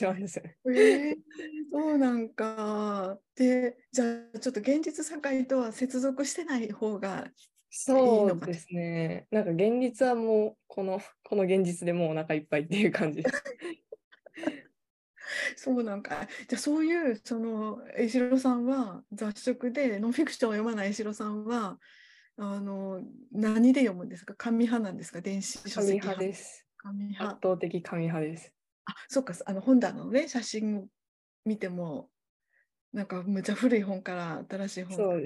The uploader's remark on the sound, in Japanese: 収録場所： オンライン (Zoom)